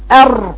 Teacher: عندي تكرار في الراء لانك بتضغطي عليها جامد